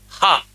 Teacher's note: ఆ క హ కంఠముతో పలకవలను. అందువల్ల ఎప్పుడైనా ఆ ఒకసారి ఇక్కడ చేయట్టుకుని అనుకోండి, ఆ అమ్మ అన్నప్పుడు ఇక్కడి నుంచి పలకాలి, ఆ క ఇక్కడి నుంచి పలకాలి, హ ఇక్కడి నుంచి.